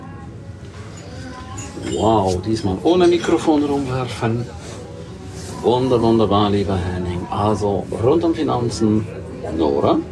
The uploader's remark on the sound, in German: Live von der 2ten One Million Mastermind